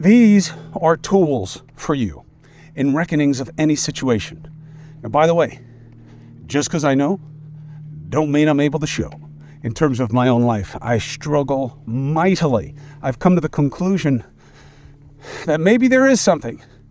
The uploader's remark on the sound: Walk and Talk.